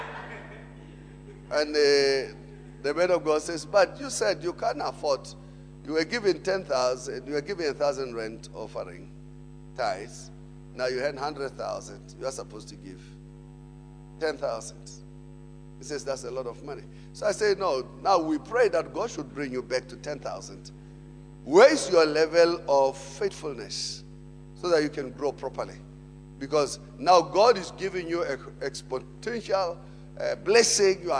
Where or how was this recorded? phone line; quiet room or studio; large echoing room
large echoing room